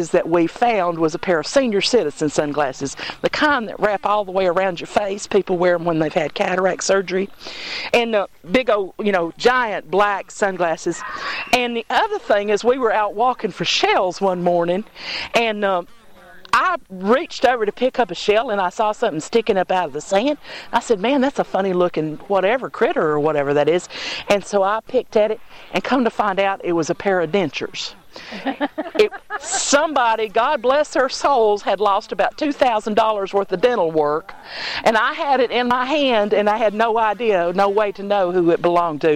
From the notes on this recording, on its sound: Recorded live around a campfire at Clapping Hands Farm at a stargaze.